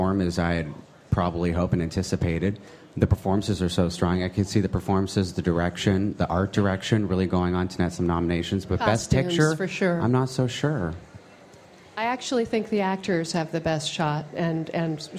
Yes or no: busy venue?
yes